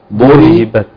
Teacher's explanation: وما ننساش الهمس في التاء